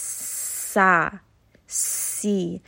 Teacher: Now, when it comes to these letters, seen and sawd, you are going to give it a little bit of safir, meaning that it has a bit of a whistling sound when you're saying this letter